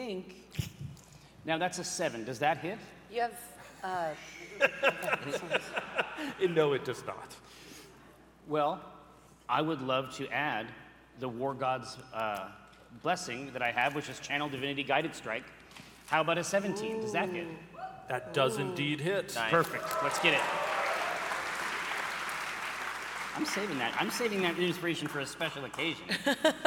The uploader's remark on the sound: live at PAX Unplugged 2023